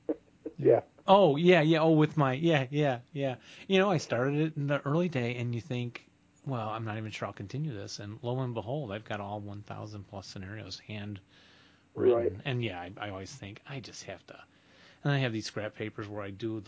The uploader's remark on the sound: The audio quality is a bit uneven